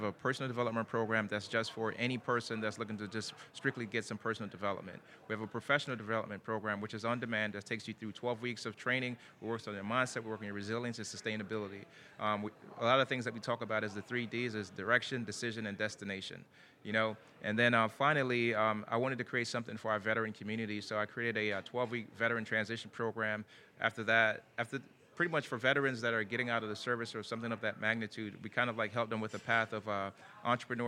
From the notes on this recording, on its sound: Recorded at this year’s annual JMI Small Business Leadership Conference. This and the following segments were recorded at this year’s annual JMI Small Business Leadership Conference hosted at Loews Sapphire Falls Resort.